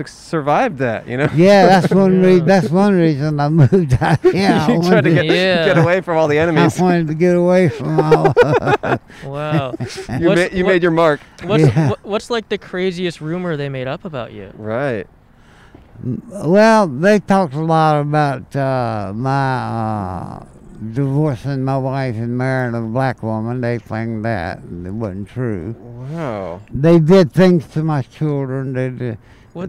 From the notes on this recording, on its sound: We recorded an episode at a park for dogs! Recorded on 12/30/20 at the South Pawsadena Dog Park in South Pasadena, California.